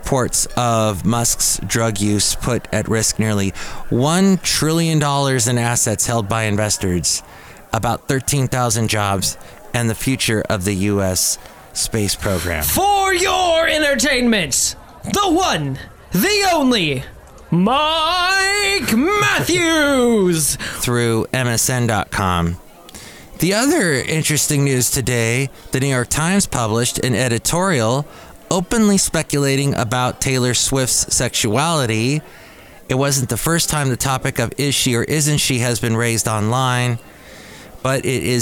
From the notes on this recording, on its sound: podcasts live from Café Anyway